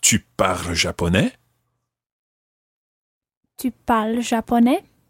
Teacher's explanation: if we raise our voices at the end, do you speak Japanese?